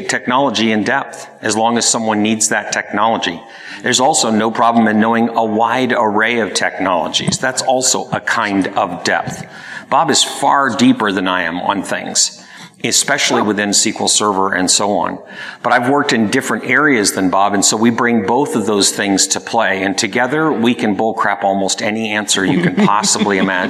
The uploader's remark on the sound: answered questions from the attendees of the conference both in-person and online